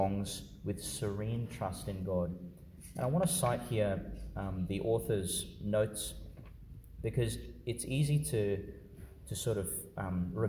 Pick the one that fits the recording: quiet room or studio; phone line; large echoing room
large echoing room